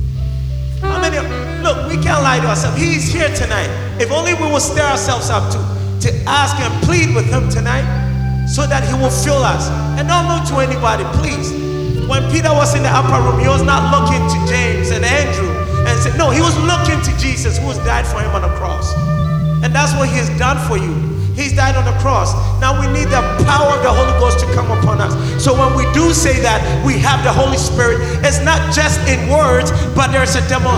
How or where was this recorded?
busy venue